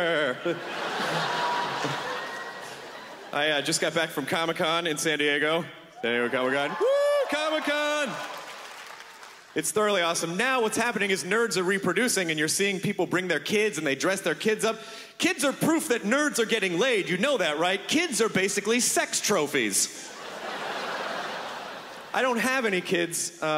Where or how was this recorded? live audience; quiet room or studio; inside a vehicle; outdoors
live audience